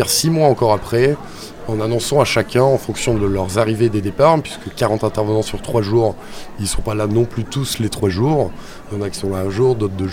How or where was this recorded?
outdoors